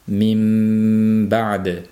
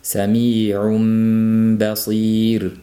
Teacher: Qur'onda ham xuddi shunday sukunli nun b harfiga yo'liqqanda mimga almashib ketadi, lekin bu Qur'ondagi bu qoidaning farqi taxminan 2 harakat miqdorida dimog'da tovush kelgan holatda ushlab turish kerak bo'ladi. · Term: iqlob qoidasi